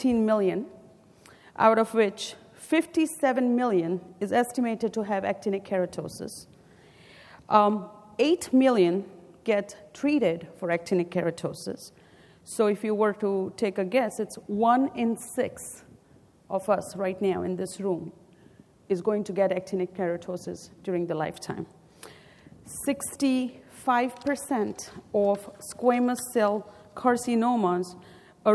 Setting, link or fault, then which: setting, live audience